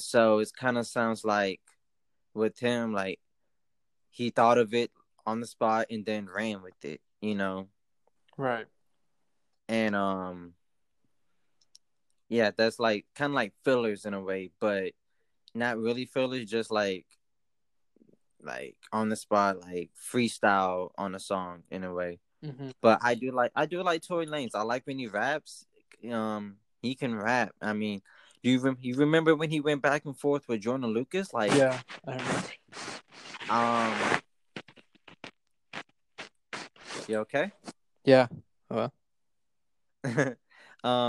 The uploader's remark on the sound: Still living the quarantine lifestyle smh and sorry for the Audio latency as well!